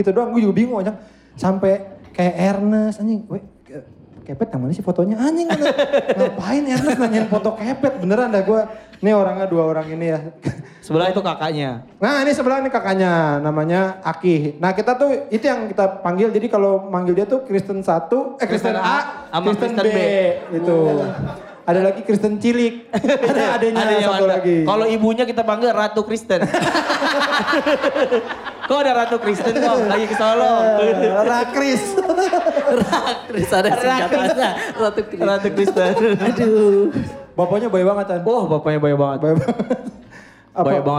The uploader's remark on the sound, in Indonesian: Podcast Seminggu live Jakarta